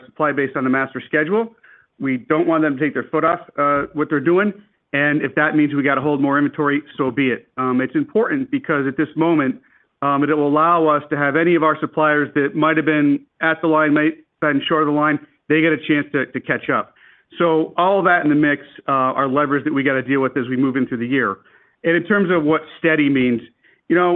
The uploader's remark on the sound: Q4 2023 Earnings Conference Call